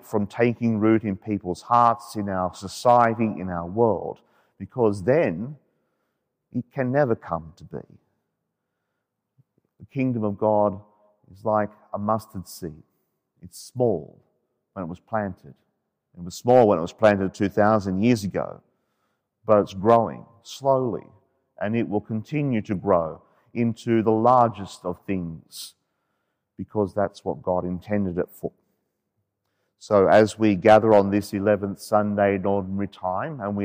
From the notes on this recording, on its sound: As preached during the 5.30pm Saturday evening Mass from Sacred Heart Cathedral, Hamilton.